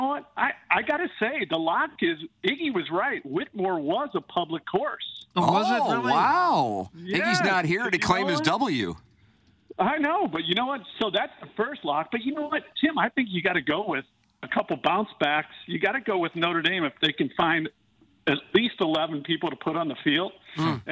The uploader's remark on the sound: In the studio. On the phone talking a little wagering before the weekend.